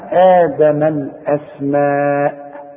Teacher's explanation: الأسماء لازم تمدها أربع حركات